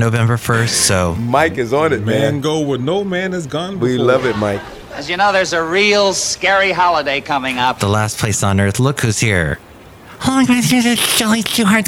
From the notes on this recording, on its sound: podcasts live from Café Anyway